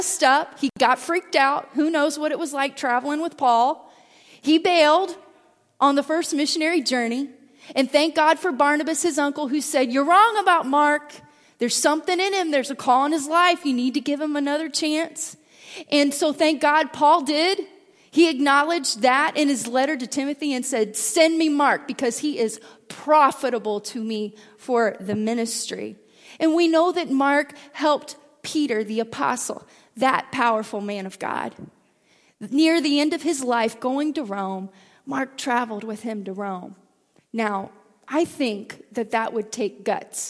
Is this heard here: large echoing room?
yes